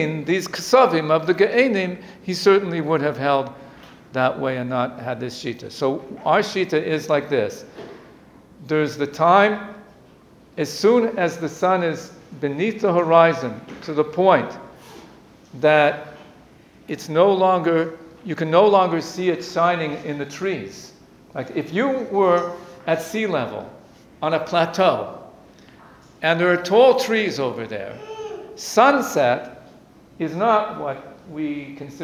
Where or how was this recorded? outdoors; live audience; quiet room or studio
live audience